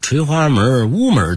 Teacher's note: 街门跟城门一样是不带儿化音的，但院子里的门如垂花门、屋门等等就必须得加儿化韵